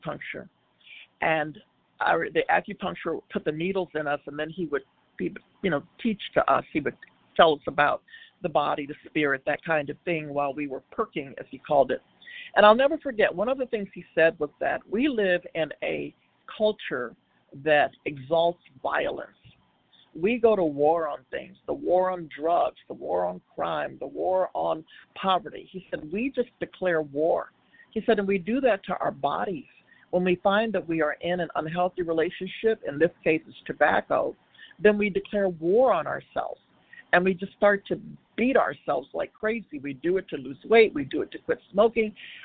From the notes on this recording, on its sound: from the 100 Pounders Phone Meeting, 8/5/23